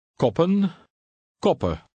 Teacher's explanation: You pronounce only one P.